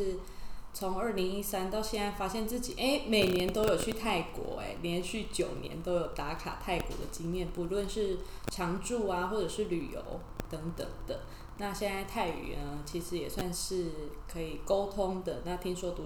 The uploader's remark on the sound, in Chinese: 這集因為錄音器材的關係有些雜訊還請各位聽眾多包涵